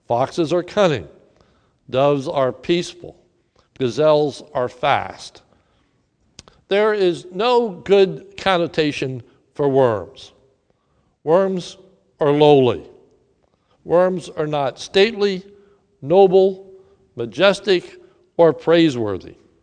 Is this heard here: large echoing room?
yes